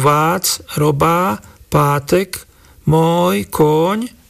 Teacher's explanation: v týchto nárečiach topolčianskeho typu nie sú dvojhlásky